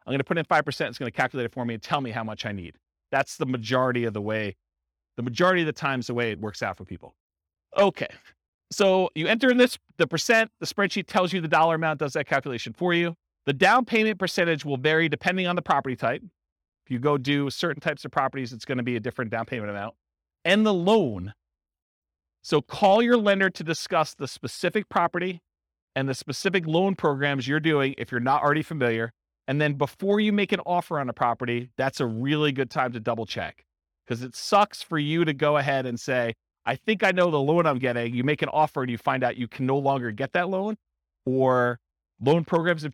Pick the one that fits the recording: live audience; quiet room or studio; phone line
live audience